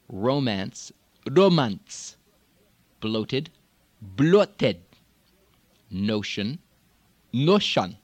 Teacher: We're going to have the tendency, again, in the Farsi, to have both of these a single, sharp, o, o. Not o, not aw, but o.